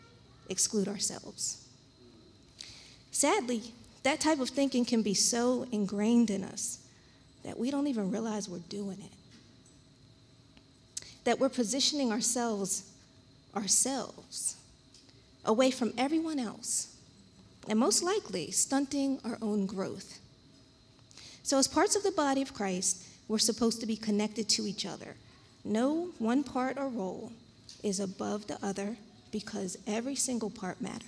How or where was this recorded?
live audience